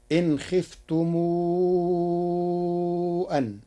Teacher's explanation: قرأ ورش كلمتي خفتم أن بصلة ميم الجمع مع المد فتصير إن خفتم أن.